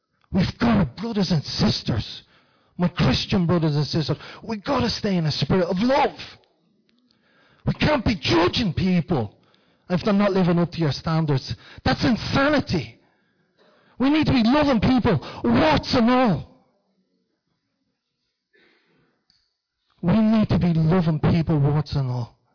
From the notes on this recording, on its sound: Recorded live in Liberty Church